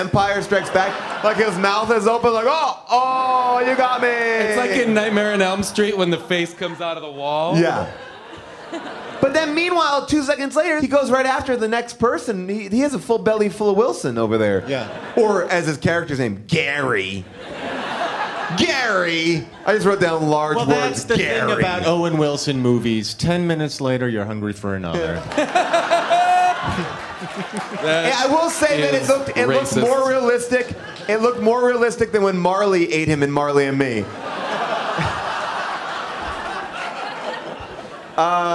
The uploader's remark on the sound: Recorded live at the Bell House